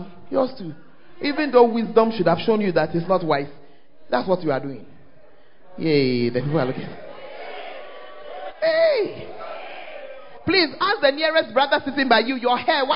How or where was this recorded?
large echoing room